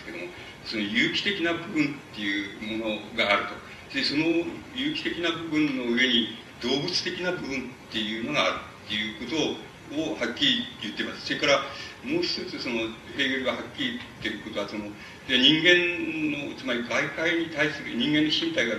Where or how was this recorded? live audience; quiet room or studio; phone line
live audience